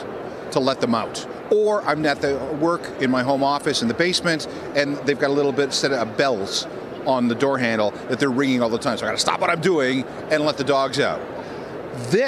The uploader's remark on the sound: Live from CES 2020